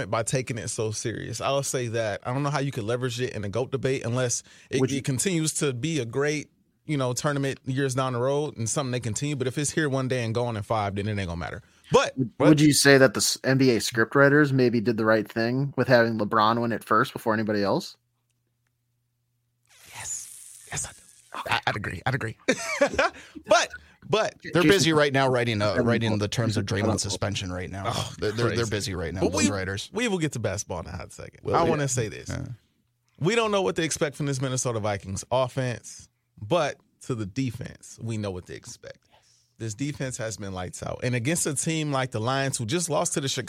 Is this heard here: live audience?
no